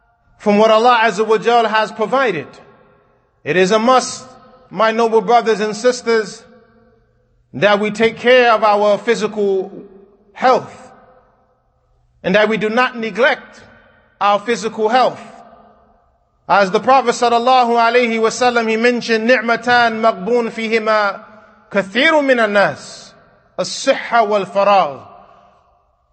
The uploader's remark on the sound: Kutbah given at Masjid Nur Allah, Queens, NY